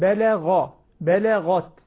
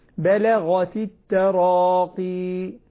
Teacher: نفخم الغين يستعلي الصوت عندها · Term: تفخيم الغين